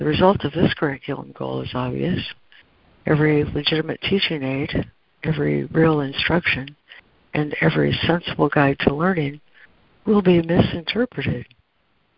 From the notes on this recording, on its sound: ACIM Daily Conference Call